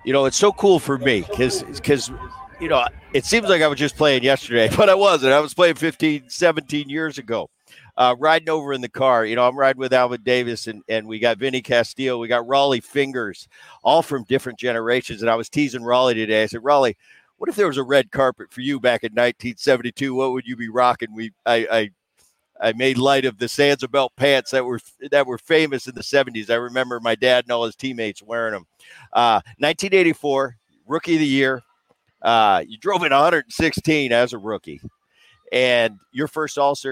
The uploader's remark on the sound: live from the All-Star Game in Seattle